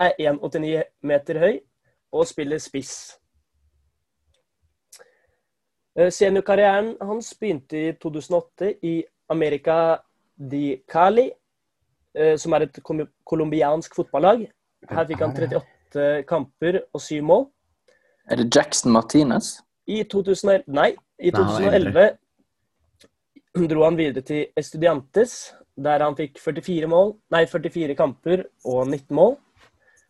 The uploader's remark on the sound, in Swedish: På zoom